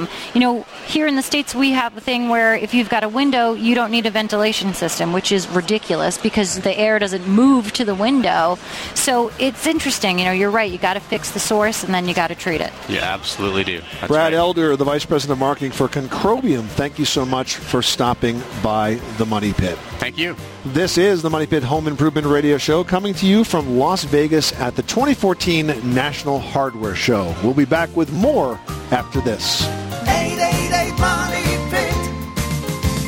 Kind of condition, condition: setting, busy venue